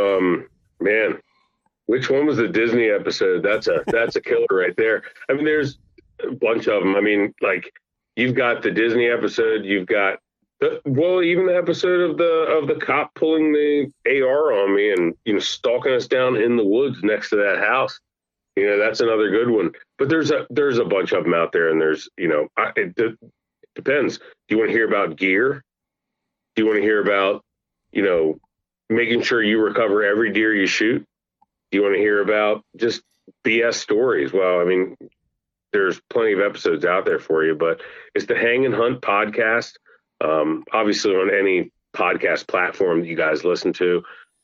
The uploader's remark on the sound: get on the phone with one of their good friends